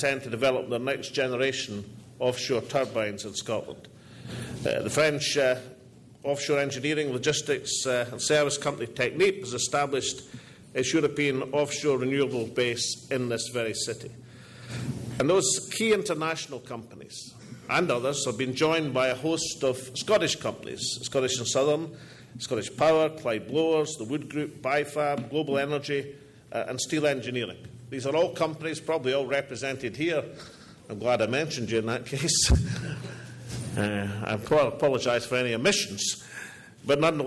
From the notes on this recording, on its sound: All Energy 2012 Conference address.